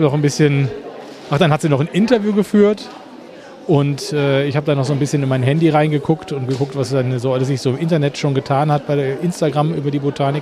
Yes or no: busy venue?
yes